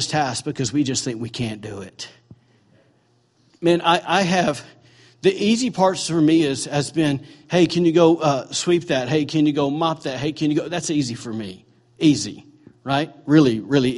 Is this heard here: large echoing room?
yes